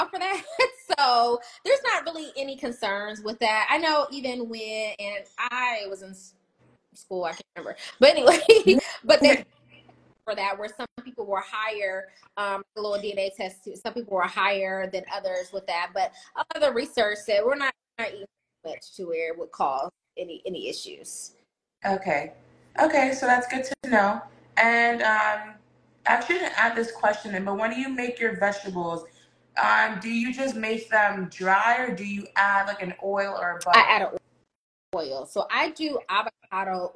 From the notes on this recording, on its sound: Sorry for the choppy sound quality. This live was supposed to be on TikTok but it gave us issues so last minute, we switched over to Insta and unfortunately the sound quality isn't the best.